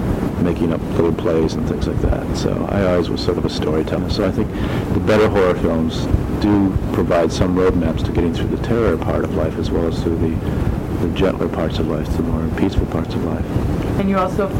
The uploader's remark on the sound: This was recorded on cassette so please excuse the old-fashioned noise in the background.